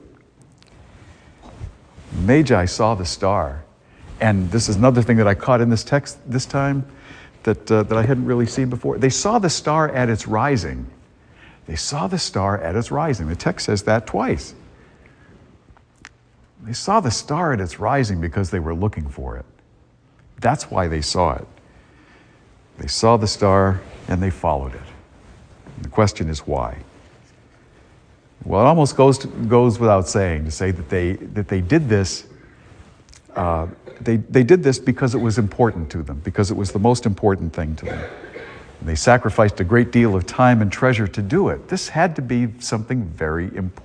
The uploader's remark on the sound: A homily delivered at Star of the Sea parish in Salisbury, Massachusetts, on January 8, 2023.